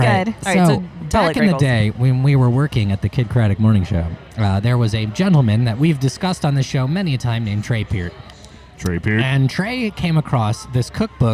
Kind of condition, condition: setting, busy venue